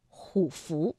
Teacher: 那么前字虎啊就不能再读214了，而要读21，不读虎符，而是虎符。大家听出其中的区别了吗？再比如卧虎状，卧虎状，那因为卧是四声字，那虎呢在这里我们读21，卧虎状，而不是卧虎状。好了，那今天呢变调我们在正确答案是什么的环节当中先学到这里，稍后我们一起进入到今天的鉴赏倾听，萃取文词意韵，感悟智慧哲思，诗词歌赋鉴赏，鉴赏倾听，倾听港好普通话，欢迎大家来到鉴赏倾听环节，那今天我们来听听《如梦令》，常记溪亭日暮，是宋代女词人李清照的词作。这是一首忆昔词，寥寥数语似乎呢是随意而出，但是呢又惜墨如金，句句含有深意。在开头两句呢写沉醉兴奋之情，接着写尽兴归家，又误入荷塘深处，别有天地，令人流连忘返。最后一句天真纯洁，言尽而意不尽。全词呢是不时雕琢，富有一种自然之美，他以女词人特有的方式表达了他早期生活的情趣和心境，境界是优美宜人，以尺幅之短俾人就是足够的美的享受。跟着来我们一起欣赏这一篇的《如梦令》，常记溪亭日暮。如梦令，常记溪亭日暮，宋·李清照。常记溪亭日暮，沉醉不知归路，兴尽晚回舟，误入藕花深处。争渡，争渡，惊起一滩鸥鹭。